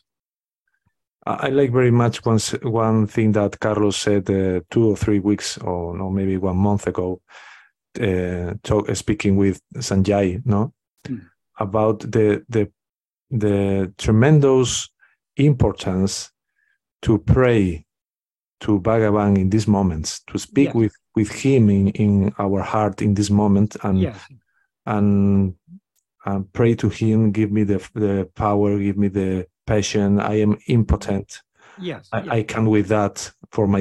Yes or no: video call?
yes